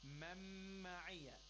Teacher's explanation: Idgham with ghunna. We drop the sound of noon. We emphasize the sound next to it with ghunna.